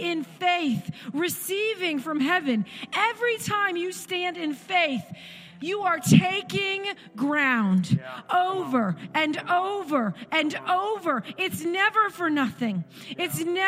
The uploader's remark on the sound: This recording is of the whole service.